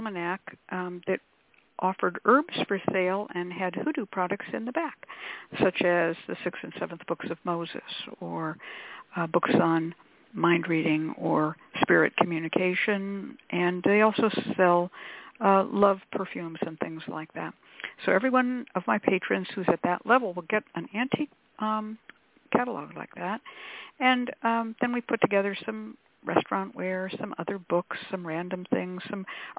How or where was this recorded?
phone line